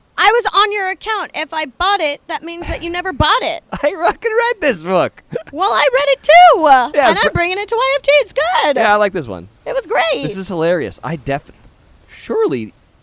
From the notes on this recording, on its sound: The sounds of Mexico accompany your hosts as they bring us along on their adventure in paradise. Listen to the sound of the waves.